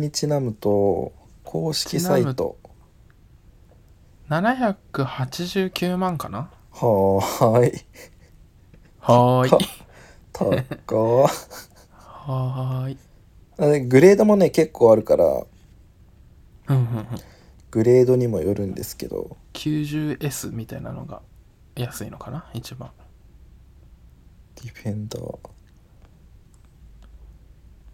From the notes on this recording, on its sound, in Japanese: 2万以上したひろゆきが使ってるマイクを全然使いこなせないのでもうアイフォン直撮り。一番音質いいじゃんね。